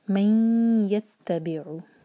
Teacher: इदगाम गुन्ना के साथ, मेक श्योर कि दो सेकंड्स का टाइम दें और आवाज़ नाक में ले जाएं